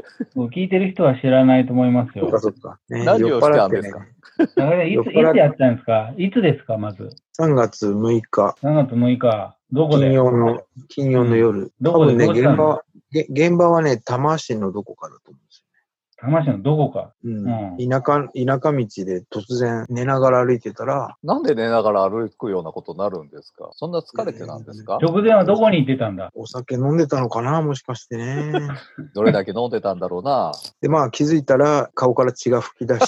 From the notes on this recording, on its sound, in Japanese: 初めてのリモート収録！流行りのzoomを使っての収録です。Zoomで収録してみます。